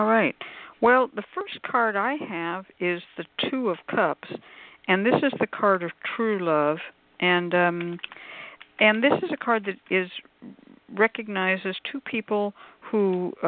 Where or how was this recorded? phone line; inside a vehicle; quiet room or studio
phone line